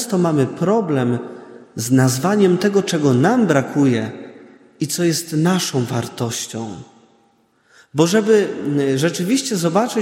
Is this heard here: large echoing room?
yes